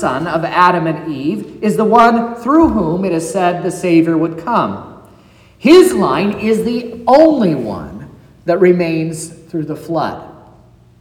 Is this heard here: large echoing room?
yes